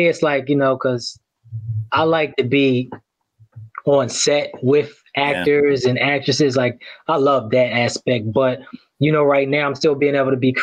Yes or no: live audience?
no